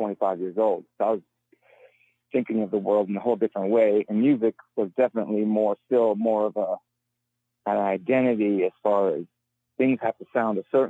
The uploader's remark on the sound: Phone interview.